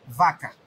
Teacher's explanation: revelación con V baja, labio dental, labio y diente